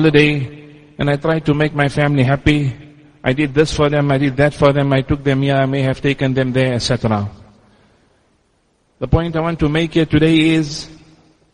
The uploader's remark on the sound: Jumuah lecture at Masjid us Siddique